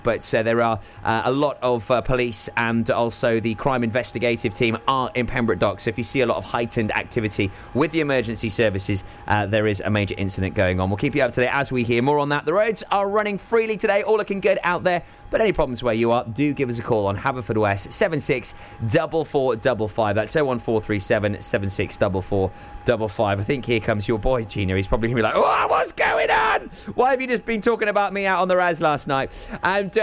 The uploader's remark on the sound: Live from OC Davies Roundabout Garage, Neyland.